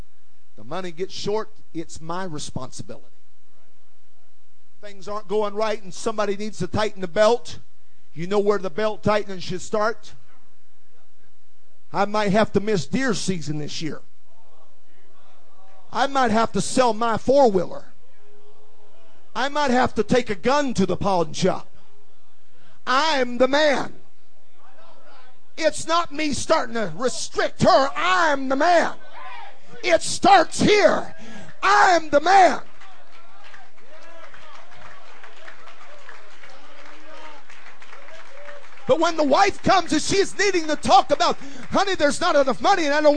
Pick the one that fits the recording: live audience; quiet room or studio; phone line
live audience